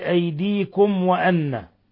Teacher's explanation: ميم ساكنة جاء بعدها الواو أشد حالات الإظهار الشفوي